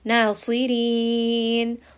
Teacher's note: Sad is heavy, ra here is going to be light.